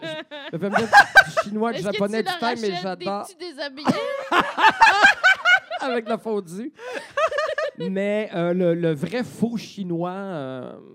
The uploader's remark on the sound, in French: Live devant public au 164 Lounge.